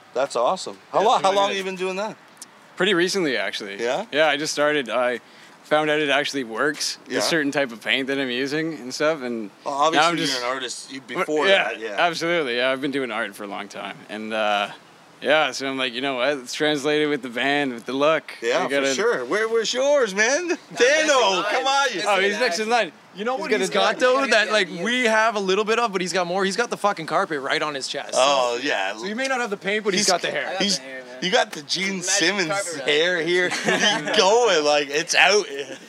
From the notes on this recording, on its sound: Live from HitsFest in Uxbridge